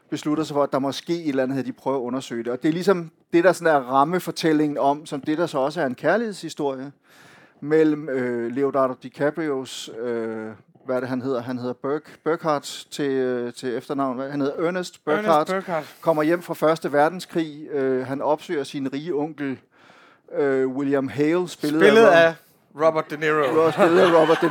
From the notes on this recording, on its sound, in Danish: Podcasten er optaget i forbindelse med Kulturnatten i Informations Kantine